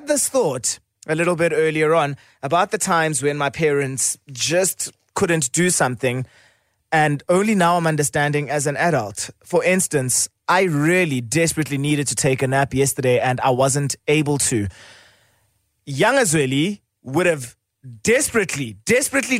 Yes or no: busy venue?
no